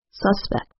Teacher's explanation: The noun has stress on the first syllable